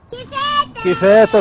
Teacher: ألف مد عوض حركتان، ألف مد عوض حركتان